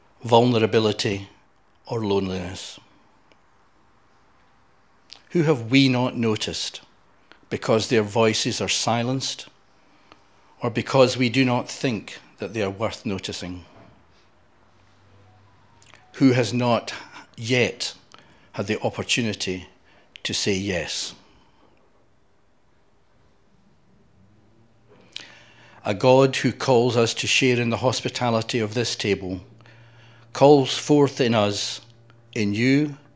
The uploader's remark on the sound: Audio podcast of morning service.